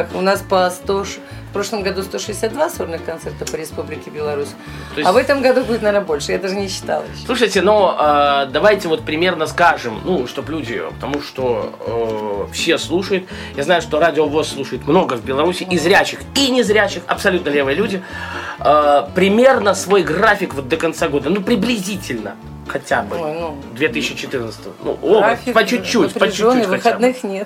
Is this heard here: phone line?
no